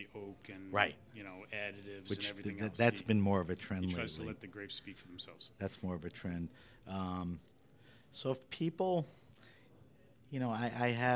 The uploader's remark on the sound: This episode of HRN On Tour was recorded at the Global Wine Dinner at Washington Prime as part of Norwalk Now’s CRUSH. This episode of HRN On Tour was recorded at the Global Wine Dinner at Washington Prime as part of Norwalk Now’s CRUSH.